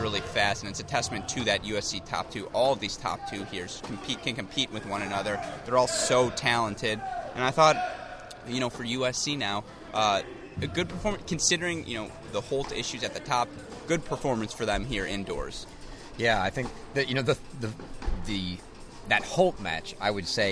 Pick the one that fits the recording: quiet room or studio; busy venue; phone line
busy venue